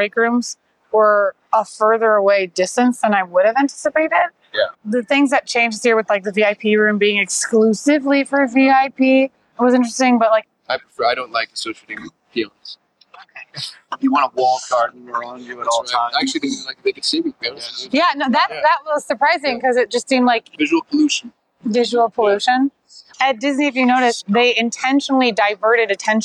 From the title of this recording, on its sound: Vegas! On Location - Traffic and Conversion Summit 2024